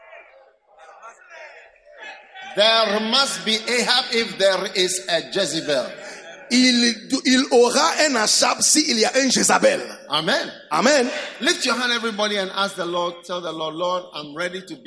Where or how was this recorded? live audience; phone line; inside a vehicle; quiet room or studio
live audience